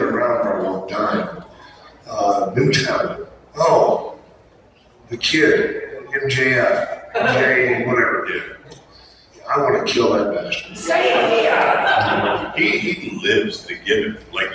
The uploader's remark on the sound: OHIO FAN FEST 2022 PANEL